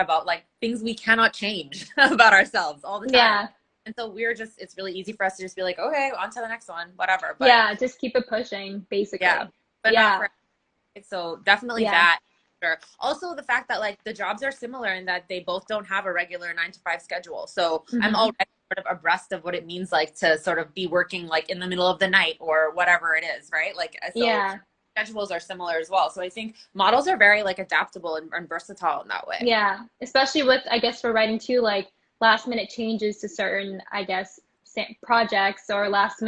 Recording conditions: video call